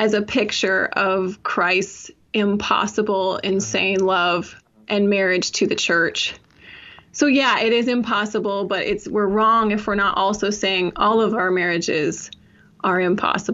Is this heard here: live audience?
no